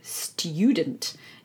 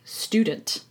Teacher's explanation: sometimes Brits tend to add a little y sound before an oo sound in certain words where Americans wouldn't · Shown in: first take · So they would say student instead of student, for example.